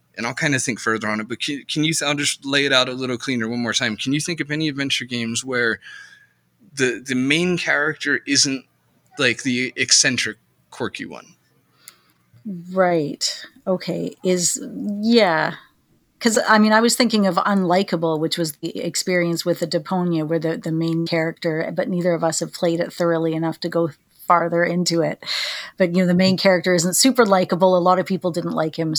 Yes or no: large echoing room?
no